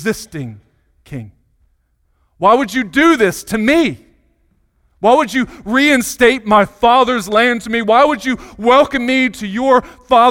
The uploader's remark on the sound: Sunday Morning Sermon Audio